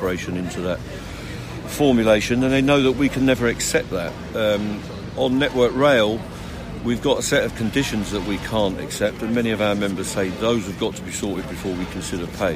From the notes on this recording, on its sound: on the picket line